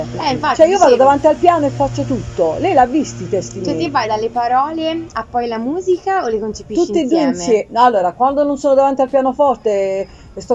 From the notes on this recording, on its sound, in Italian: LIVE dall'Aperivintage!